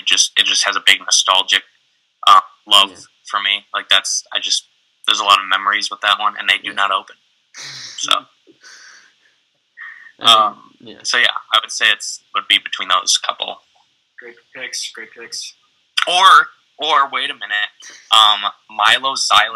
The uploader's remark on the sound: Apologies for minor technical difficulties throughout this episode.